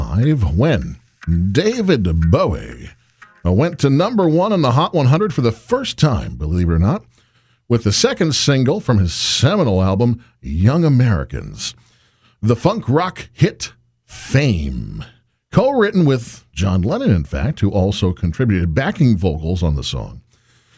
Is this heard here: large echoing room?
no